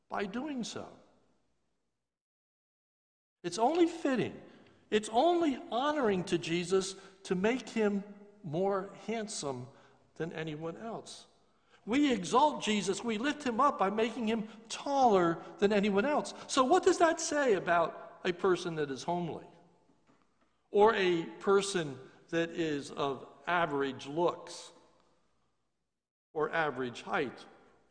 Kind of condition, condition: setting, large echoing room